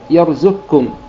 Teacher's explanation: فيقرأ في كلمة يرزقكم بدون أثر للقاف لا مخرجا ولا صفة، يرزقكم الزاي مضمومة بعدها كاف مشددة مباشرة كاف مرققة · Term: إدغام كامل